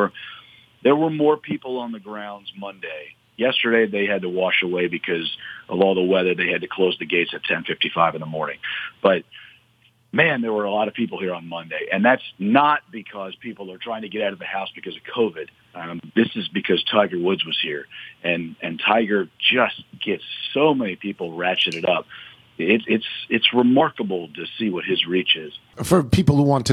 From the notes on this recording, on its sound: Calls in from Augusta to talk about how he thinks Tiger Woods will do at the Masters.